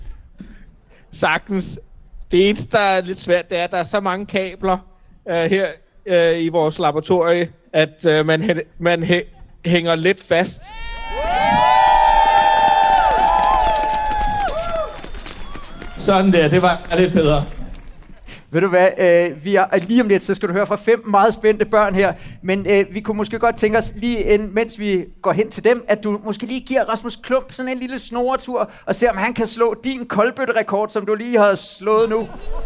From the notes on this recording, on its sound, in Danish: Tusindvis af publikummer i Tivoli i København er LIVE igennem.